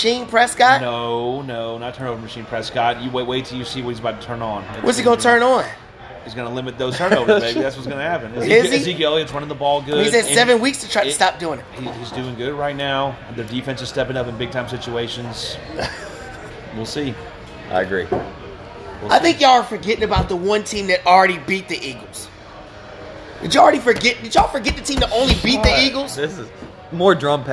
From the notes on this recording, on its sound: Live at Macados